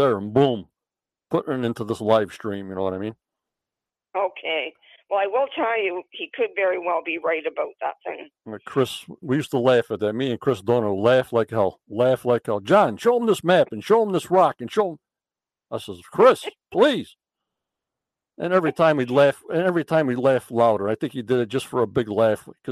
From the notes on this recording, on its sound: on the phone